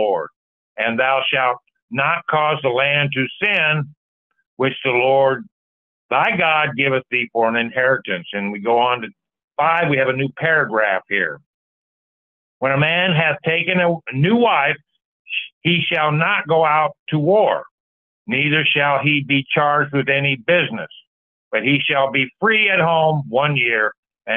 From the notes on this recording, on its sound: Call In Bible Study